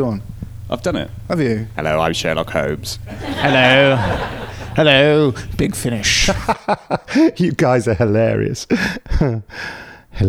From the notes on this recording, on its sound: We head over to Los Angeles for our latest podcast. Field questions from the audience at the recent Gallifrey convention!